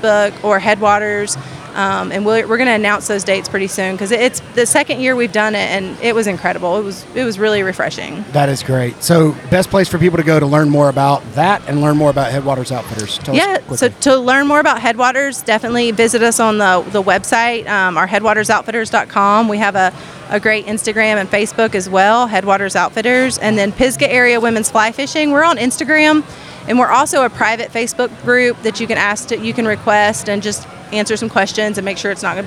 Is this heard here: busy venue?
yes